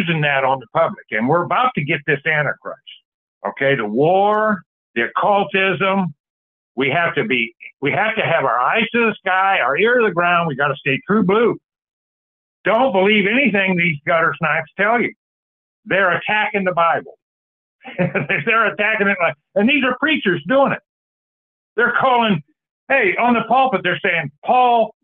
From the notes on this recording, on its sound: Call In Bible Study